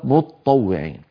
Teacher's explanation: التاء ثم قلبت طاء ثم أدغمت الطاء في الطاء فصارت متطوعين